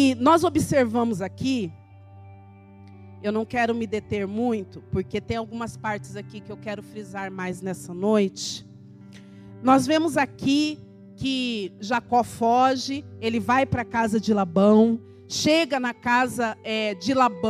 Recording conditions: large echoing room